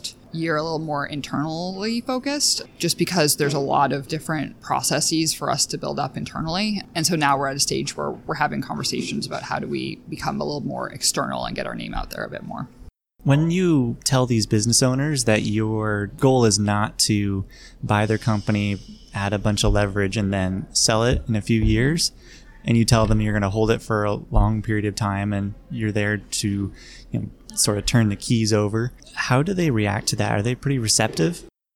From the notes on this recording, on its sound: We held our conversation in a quieter area of a shopping mall in Boston so there is occasional background noise.